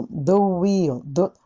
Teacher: the やった時にはもう次の wheel がさっき唇を突き出すんです